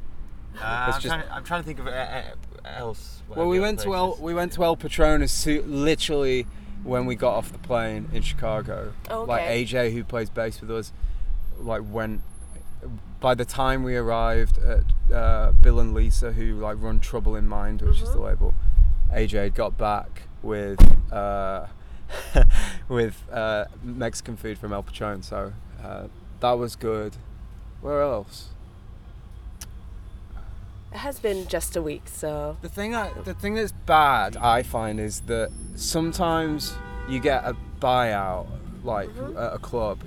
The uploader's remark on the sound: Recorded September 19th, 2016 at the Middle East in Cambridge, MA